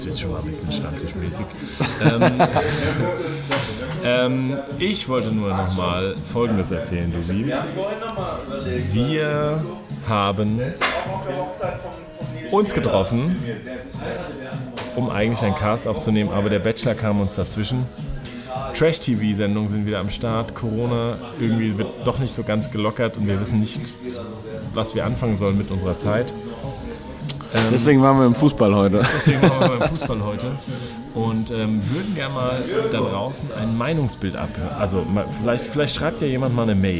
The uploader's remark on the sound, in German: Melden sich quasi live aus dem Stadion. Ins Stadion vom SV Wehen-Wiesbaden geschmuggelt.